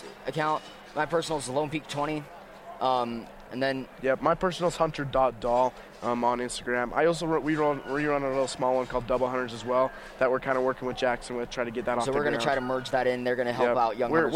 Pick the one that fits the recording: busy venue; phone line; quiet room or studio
busy venue